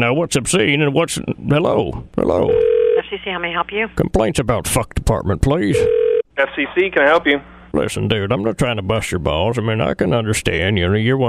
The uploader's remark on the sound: …'s Personal Prank Phone Calls Collection.